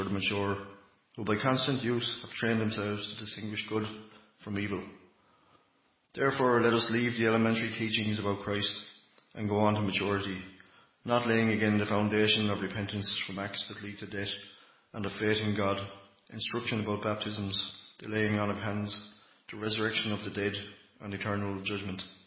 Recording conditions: large echoing room